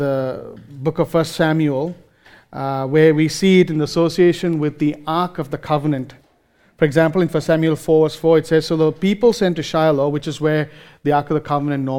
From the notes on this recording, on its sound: Recorded live at Grace Community Bible Church.